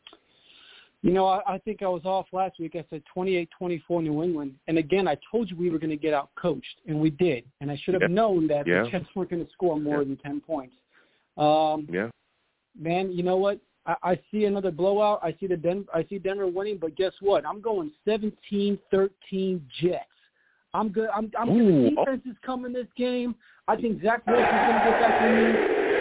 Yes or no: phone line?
yes